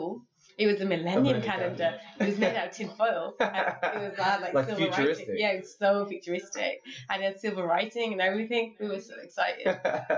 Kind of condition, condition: fault, poor sound quality